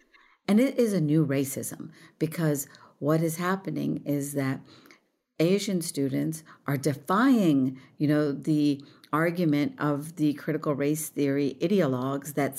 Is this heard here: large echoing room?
no